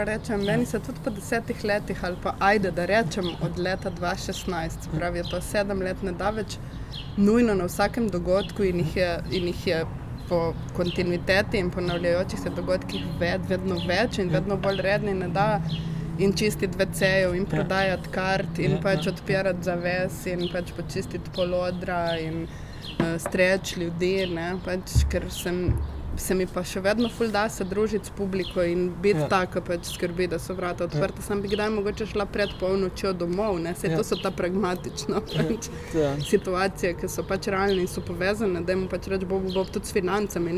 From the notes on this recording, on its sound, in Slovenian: na ulici pred hišo ter pred publiko